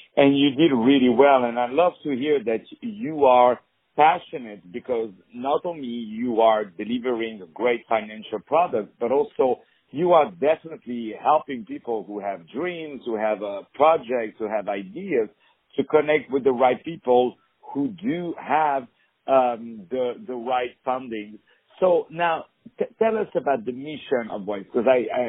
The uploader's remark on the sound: On the phone